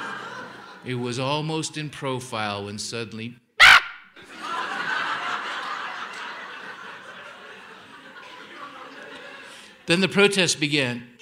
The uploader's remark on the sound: Held on stage in Aspen, Colorado as part of an Aspen Words lecture series. Held on stage in Aspen, Colorado as part of an Aspen Words lecture series.